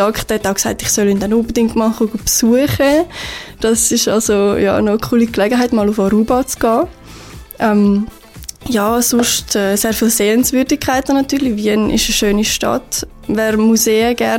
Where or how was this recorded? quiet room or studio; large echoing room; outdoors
quiet room or studio